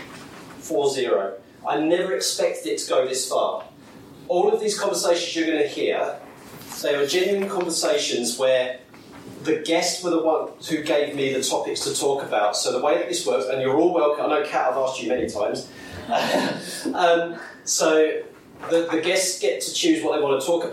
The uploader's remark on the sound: Discussing them with an audience. Thank you to all those who participated and gave their consent for the session to be recorded.